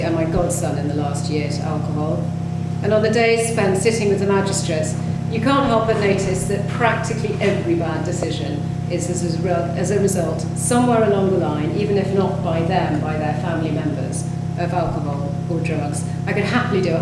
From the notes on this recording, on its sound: We also hear the speeches that were given during the evening. The bane of all good audio creators air-conditioning had a bad impact on the audio.